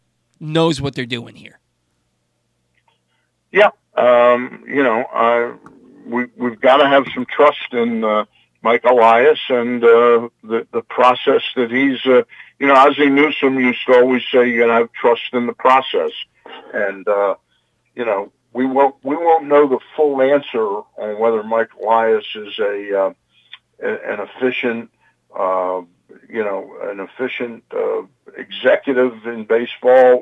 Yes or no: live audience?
no